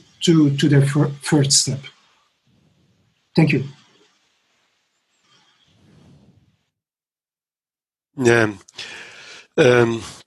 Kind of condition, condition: link, video call